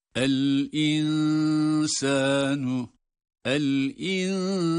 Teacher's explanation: Bunu gizlerken açıktan okunma sıfatı neyse gizlerken de o sıfatın uygulanması gerekir. Bakınız, nun aslen ince olduğu için ihfasını da ince sesle yapmak durumundayız